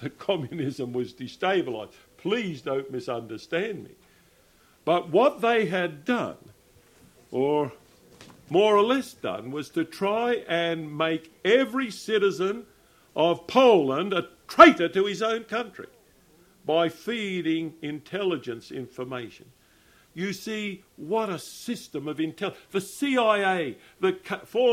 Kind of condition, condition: setting, large echoing room